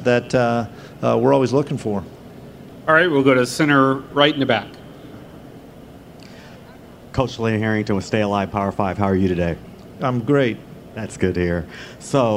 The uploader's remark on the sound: Press conference at Big 12 Football Media Days.